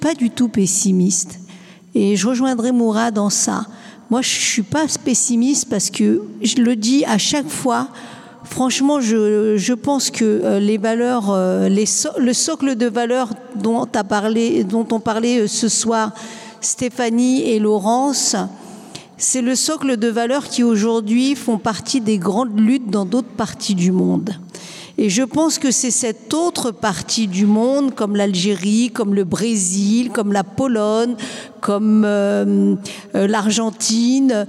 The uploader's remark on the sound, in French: Captation réalisée le 9 novembre 2021 à la Bourse du travail (Paris 10)